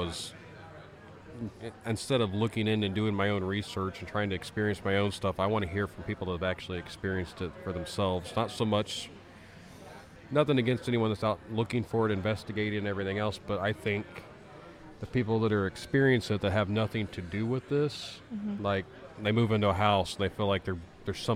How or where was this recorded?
busy venue